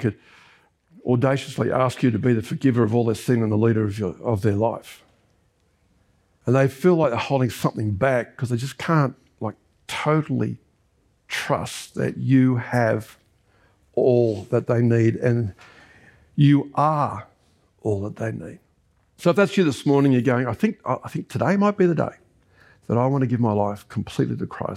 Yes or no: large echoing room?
yes